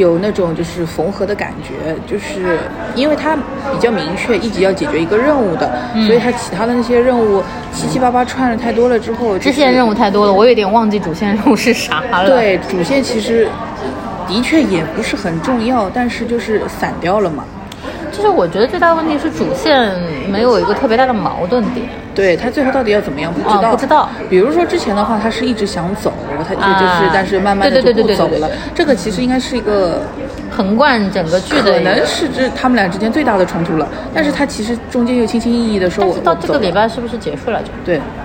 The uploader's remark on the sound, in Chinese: 第一次尝试边走边逛边录的形式。去张园的路上（室外录音）行脚节目。